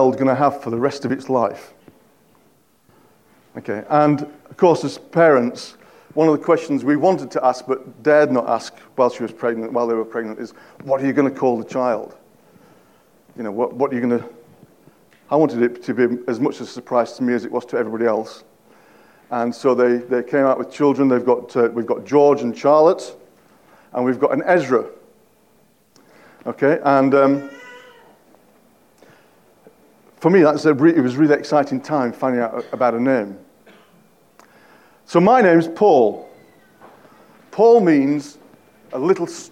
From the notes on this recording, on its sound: At King's Church, Cockermouth, as an audio file.